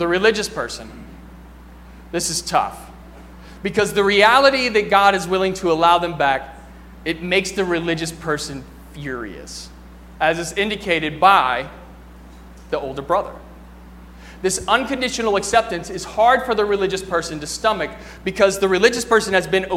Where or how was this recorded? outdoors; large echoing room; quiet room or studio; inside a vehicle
large echoing room